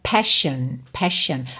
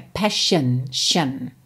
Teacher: Passion, mas é passion, passion. Atenção que a gente nem pronuncia esse O mesmo, tá? Não é passion, nem passion, é passion, shen, tá?